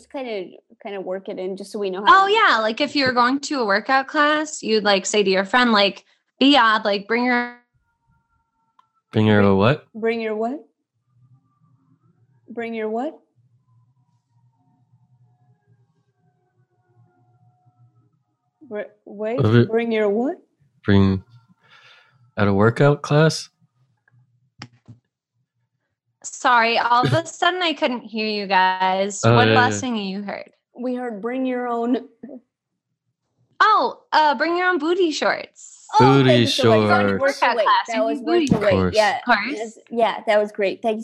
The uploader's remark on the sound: Play listener-created games with callers via Zoom!